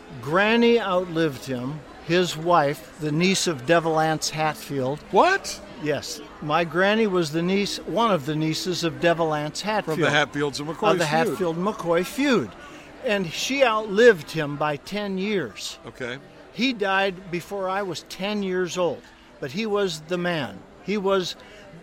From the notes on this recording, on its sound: This week’s episode of the Big Time Talker comes live from the Southern Christmas Show in Charlotte, North Carolina.